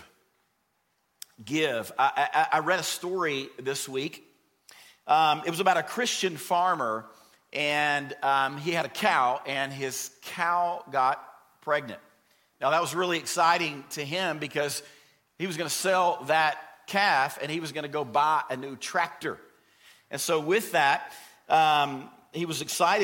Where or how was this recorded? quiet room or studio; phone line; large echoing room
large echoing room